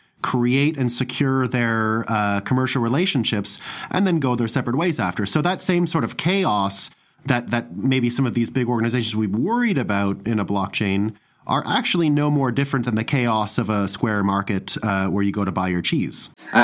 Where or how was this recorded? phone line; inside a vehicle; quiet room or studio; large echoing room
quiet room or studio